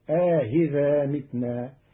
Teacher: قرأ قالون كلمة أئذا بتسهيل الهمزة الثانية بين مع إدخال ألف بين المحققة والمسهلة فتصير آهذا متنا جمعا بين اللغات عند بعض العرب.